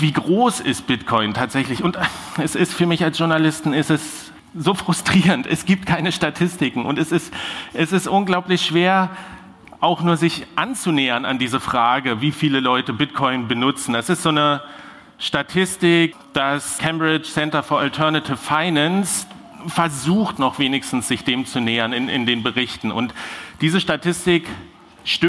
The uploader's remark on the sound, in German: In dieser zweiten Sommer-Sonderfolge gibt es den Mitschnitt meines Vortrags. Den ich Anfang Juni auf der Republica in Berlin gehalten habe. Der Vortrag wurde Audio-Only aufgezeichnet und funktioniert auch, wenn man ihn nur hört.